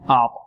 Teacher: من أعطى، أعطى، الطاء هنا مفخمة أعطى، ونحذر من تفخيم العين لأنها جار الطاء، لا نقول من أعطى ونفخم الهمزة معها كذلك أعطى، من أعطى لا أع نرقي الهمزة والعين وفخم الطاء